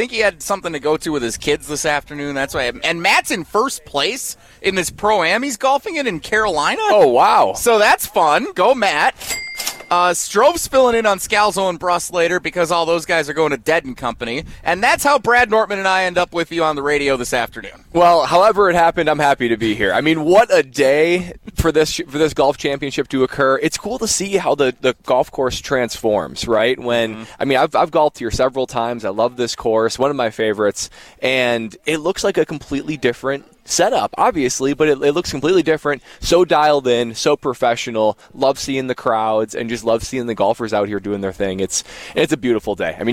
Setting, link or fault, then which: setting, outdoors